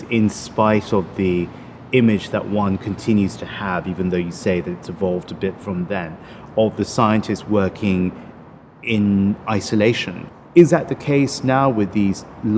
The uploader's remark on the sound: Recorded in July 2018 at the International AIDS Conference in Amsterdam.